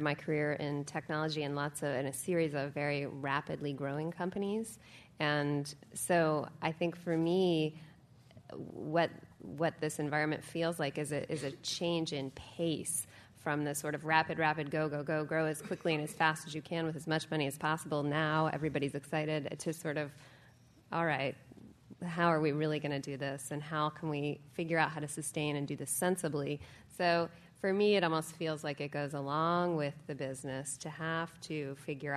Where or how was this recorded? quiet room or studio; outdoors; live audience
live audience